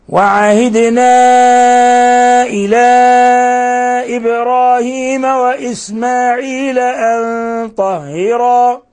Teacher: الدال ساكنة وعهدنا فنقلقل الدال، وعهدنا إلى إبراهيم وإسماعيل أن طهرا، قلقلنا الدال ومدينا الألف لأنه جاء بعدها همز في كلمة أخرى · Term: مد منفصل